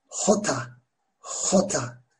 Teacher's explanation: Yine biraz böyle gırtlağa yakın bir yerden geliyor kazıyarak böyle. Yine Arapçadaki H harfi gibi hota.